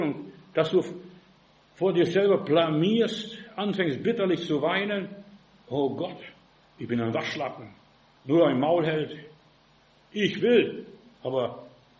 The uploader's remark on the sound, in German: im Gemeinde-Zentrum in Berlin aufgenommen